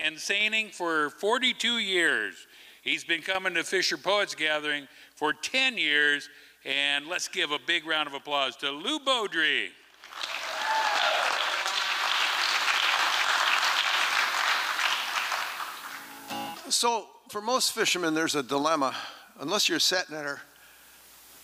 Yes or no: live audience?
yes